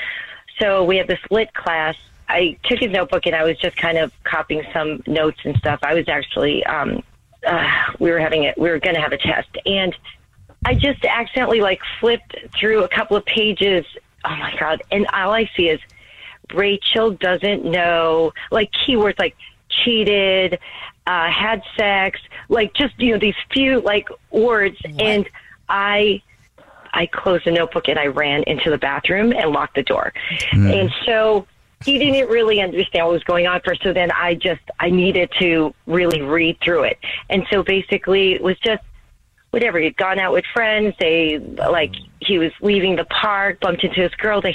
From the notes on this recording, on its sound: on the phone today for War of the Roses